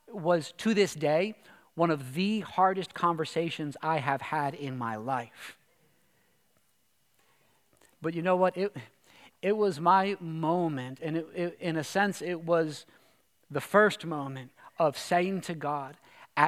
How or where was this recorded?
large echoing room